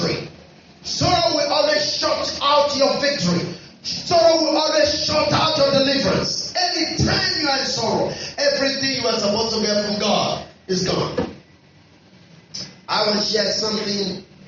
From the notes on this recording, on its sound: Our apologies on the audio quality